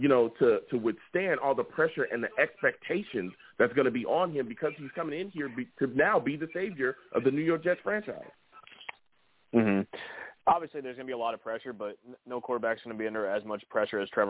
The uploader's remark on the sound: I also take live callers!